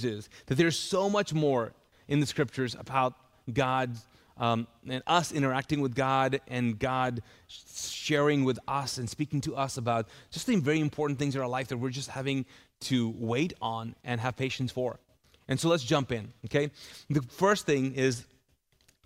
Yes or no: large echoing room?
yes